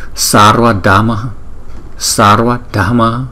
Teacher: Chúng ta có đọc có chữ A nhỏ, cái hơi nhỏ một chút ở ngoài sau chữ H nè. · Term: Chữ H có dấu nặng